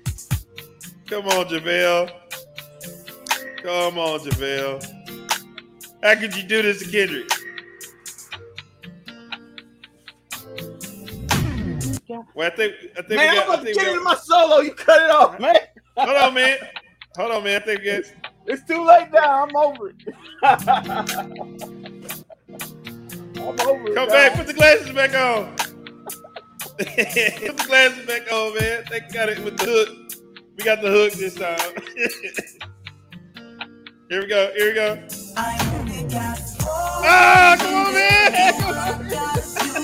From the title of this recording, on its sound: Live from inside the AAC